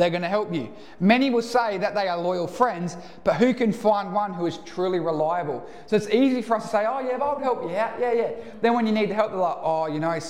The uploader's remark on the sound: Recorded live at One Heart Church (Port Lincoln).